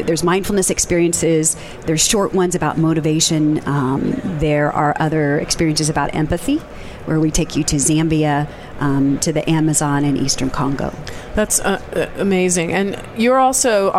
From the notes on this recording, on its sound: Day 2 Live at NAB show 2017! To bring you all the digital thought leadership live from the NAB show 2017 Advanced Advertising Pavilion.